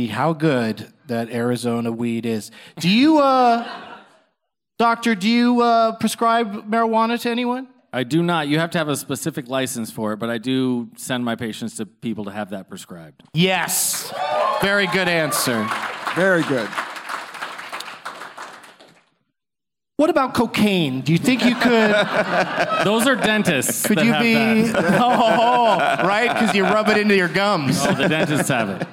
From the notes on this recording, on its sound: Live from the Improv in Tempe.